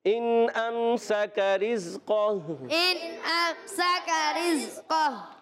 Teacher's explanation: یہ امسکہ کا کاف جو ہے امسکہ، یہ کاف جو ہے باریک، اور یہ رزقہو کا قاف موٹا پڑھیں گے